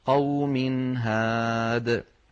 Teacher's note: وقوم نونت الميم فلذلك ننطق التنوين مظهرا